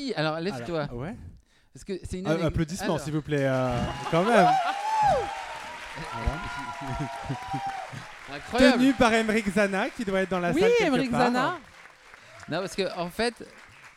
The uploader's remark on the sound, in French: ont enregistré un épisode d'Absolument Fabuleuses en public, au théâtre du Grand Point Virgule.